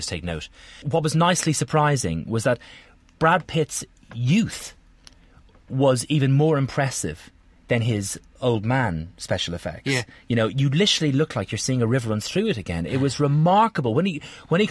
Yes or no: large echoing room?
no